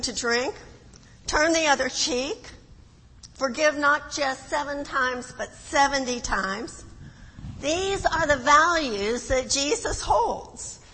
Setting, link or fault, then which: setting, large echoing room